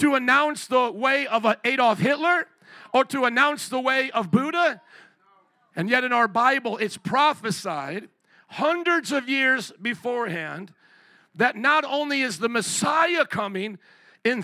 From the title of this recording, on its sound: 2023 Christmas Eve Service